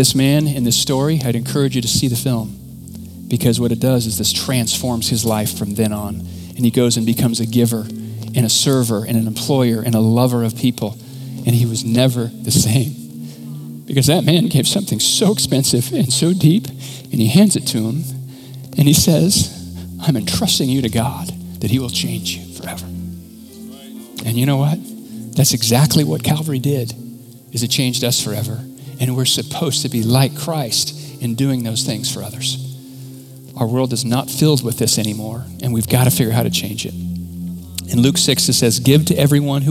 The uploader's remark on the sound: Recorded from our 11am in person service in Meridian, Idaho.